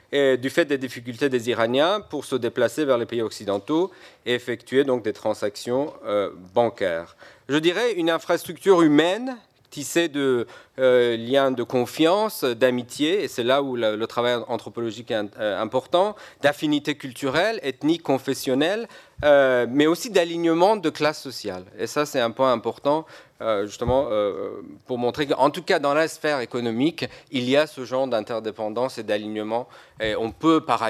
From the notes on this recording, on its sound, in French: HORS LES MURS. Extrait du colloque.